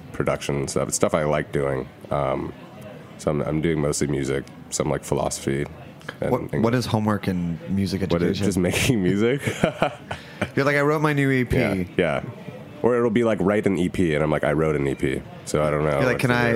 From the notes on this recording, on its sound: Our live food and round-table event, hosted by ChowNow at their incredible headquarters in Culver City. Snacky Tunes Salon Live at ChowNow. Our live food and round-table event, hosted by ChowNow at their incredible headquarters in Culver City.